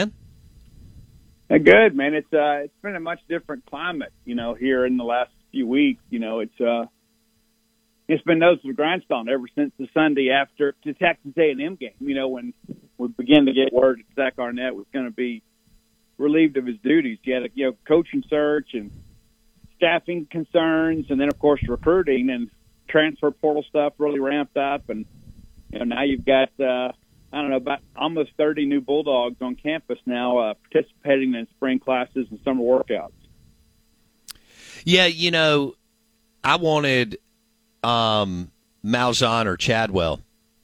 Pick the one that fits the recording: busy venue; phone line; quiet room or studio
phone line